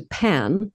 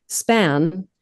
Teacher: as opposed to pan, you hear that very much on a mic, you'll hear that puh. Span, the P is softer.